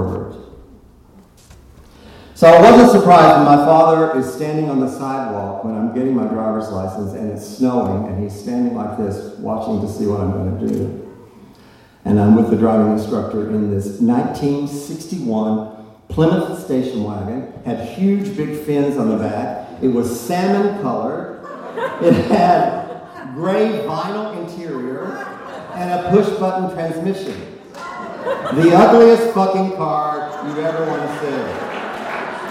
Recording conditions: live audience